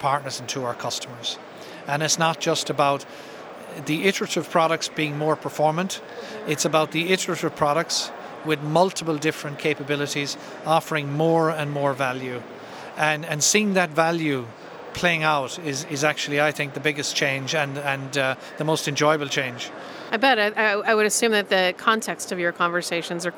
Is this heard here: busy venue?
yes